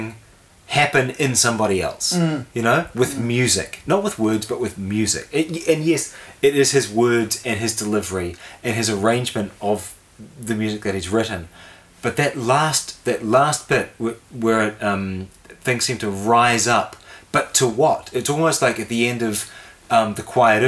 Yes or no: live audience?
no